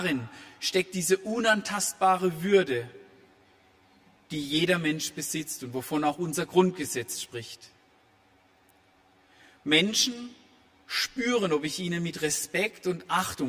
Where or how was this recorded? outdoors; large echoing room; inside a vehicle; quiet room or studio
large echoing room